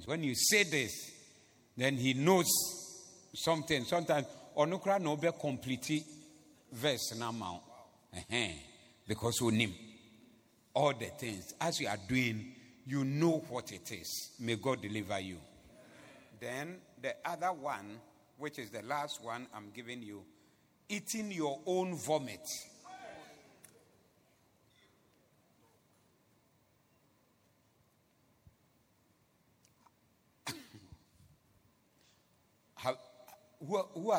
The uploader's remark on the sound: Preached at the Zeloo Service on 18092022